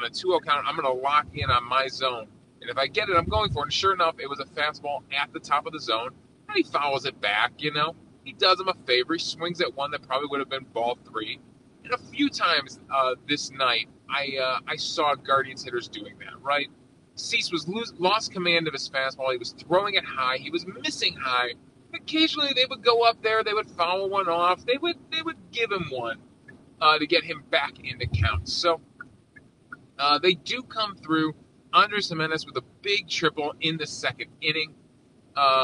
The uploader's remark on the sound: We're unfortunately recording while driving to the airport so apologies for the poor audio quality.